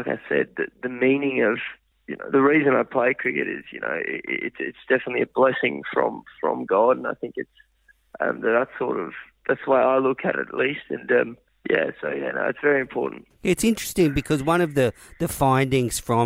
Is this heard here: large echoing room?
no